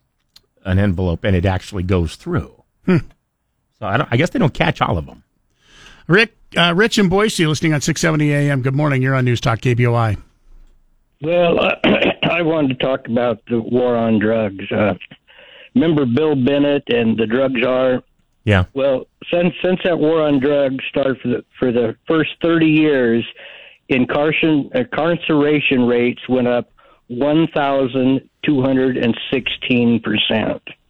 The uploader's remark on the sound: Open phones Friday